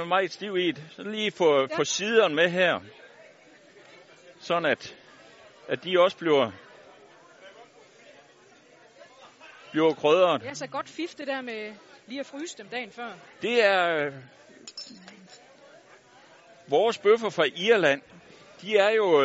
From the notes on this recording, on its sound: Live hjemme fra den legendariske Burger Madsen